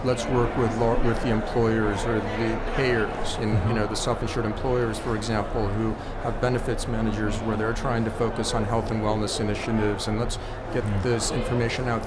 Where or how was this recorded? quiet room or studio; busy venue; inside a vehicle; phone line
busy venue